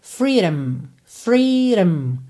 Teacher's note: você quase não fala esse O. Você vai meio que do D direto pro M, e esse D ainda pode soar um pouco rarará, fica freedom, freedom, rum, rum, ok?